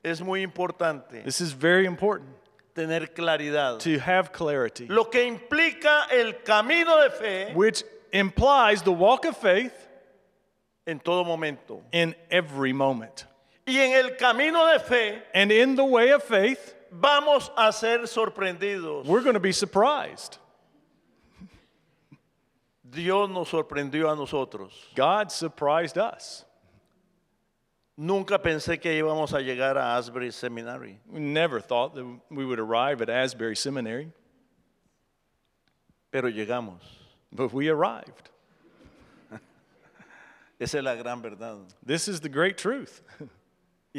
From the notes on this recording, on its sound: presented by Asbury Seminary Kentucky Chapel, recorded on Tuesday, April 25, 2023 at Asbury Theological Seminary's Kentucky campus